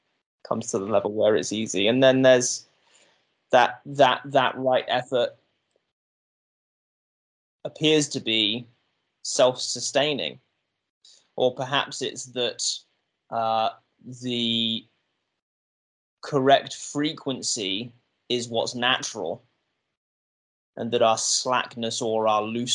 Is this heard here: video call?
yes